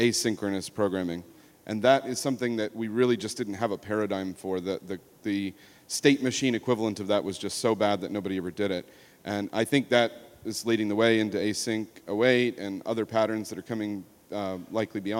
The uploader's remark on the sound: This show live at ForwardJS. This show live at ForwardJS.